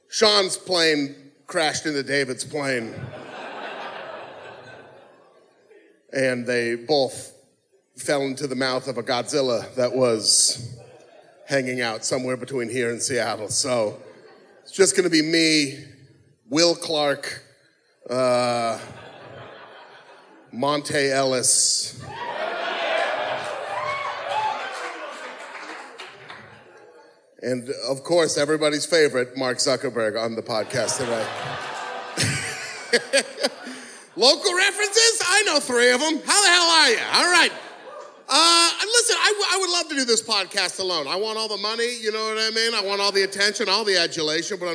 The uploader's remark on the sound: ITS ALL THE WAY LIVE IN SAN FRANCISCO! This was recorded live at The Great American Musical Hall in San Francisco.